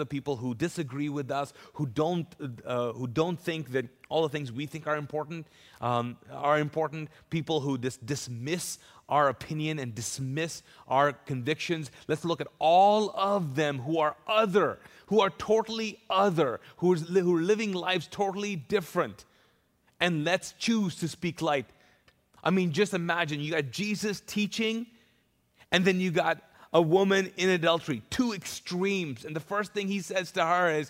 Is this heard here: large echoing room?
yes